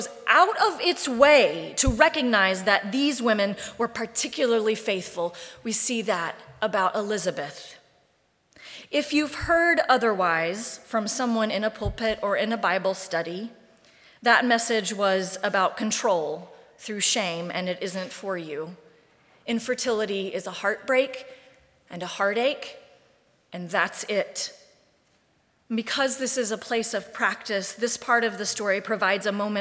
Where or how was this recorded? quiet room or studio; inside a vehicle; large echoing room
large echoing room